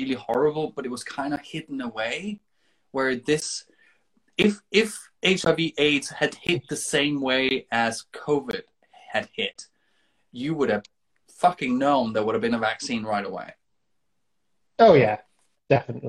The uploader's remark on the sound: Recorded on 4 September 2021 on Instagram Live